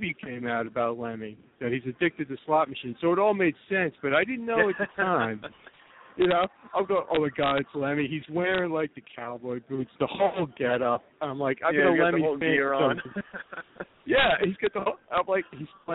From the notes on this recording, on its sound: Calling in LIVE from the beautiful and luxurious Atlantic City, New Jersey! The phone lines will be open.